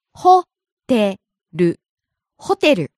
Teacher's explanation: Starts high, falls on the second syllable, te, stays low.